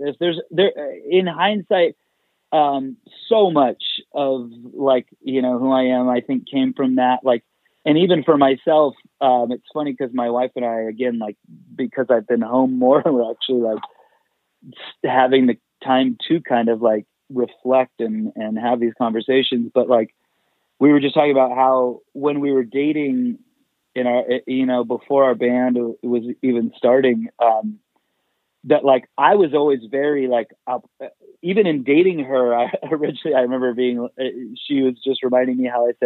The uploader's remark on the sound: Is live in studio (actually, on the phone, ya know, coronavirus and all...)